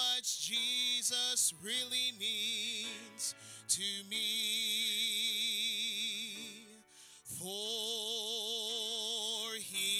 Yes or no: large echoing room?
yes